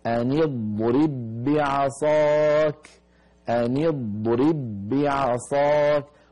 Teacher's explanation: أن يض، علينا أن ننتبه لحرف الضاد الساكنة هكذا، أن يض أن يض، فإذا قلنا أن يض والضغط يكون على حافتي اللسان أو إحداهما، أن يض انتهى صوت الضاد، أن يض، ثم نأتي ريب والباء بعدها باء ساكنة بعدها متحركة، باء اضرب مع باء بعصاك، فندغم الباء في الباء فيصير النطق بباء مشددة هكذا، أن يضرب بعصاك، أن يضرب بعصاك.